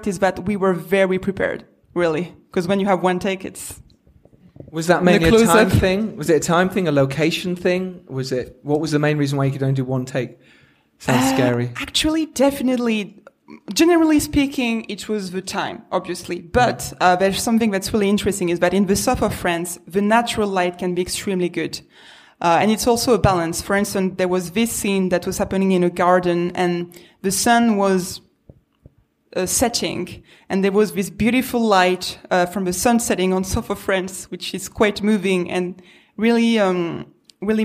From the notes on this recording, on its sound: LIVE recording of the first ever #MakeYourFilm event!!